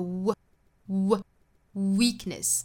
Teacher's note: 应该注意是嘴巴嘟起来的那个半元音辅音的 w, w, weakness,再过渡到后面的元音上那就是 we, weakness, weakness,还要注意这两个词的 k 的后面不要拖出来元音，同样我们发现是一个辅音连缀的 kness, kness,不是 kness,不是 meekness 和